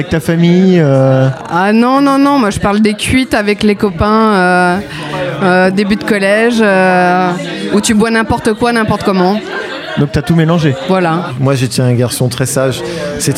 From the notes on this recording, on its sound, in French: enregistré au Wine Therapy (Paris 9e)